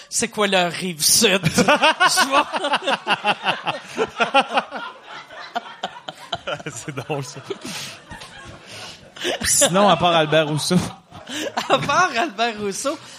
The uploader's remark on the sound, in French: une soirée Q&A que nous avons enregistré avant les fêtes